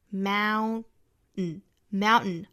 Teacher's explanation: 这个 mountain 里面是一个 ow 的双元音，同样美音的发法呢嘴巴向下压啊